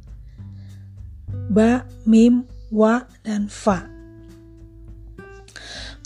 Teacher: Bima Wafa ini kelompok huruf yang keluarnya di bibir, tempatnya di bibir atau bilabial. Jadi huruf-huruf yang mudah diucapkan.